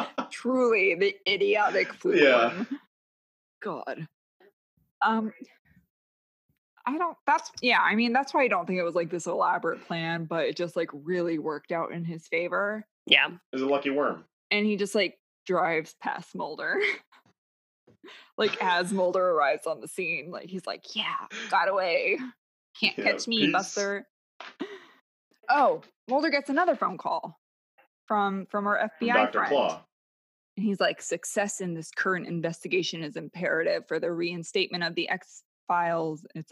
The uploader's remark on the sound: WARNING: We're sorry about the audio quality!! We tried to record through Zoom for the first time, and let's just say, we're never doing it again!!